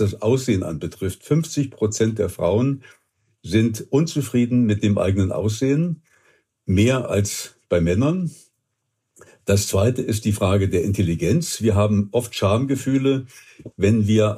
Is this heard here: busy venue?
no